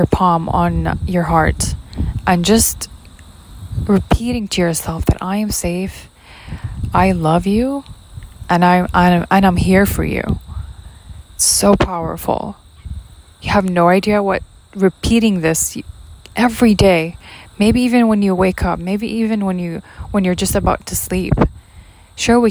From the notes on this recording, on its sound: my mic caught up wind noises from the background, I apologize for that